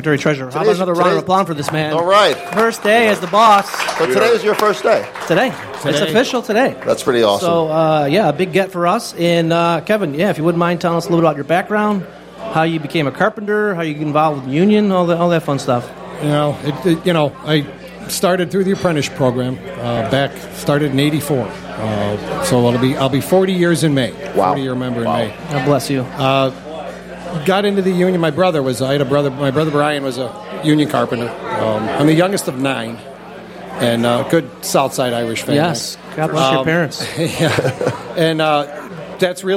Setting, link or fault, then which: setting, live audience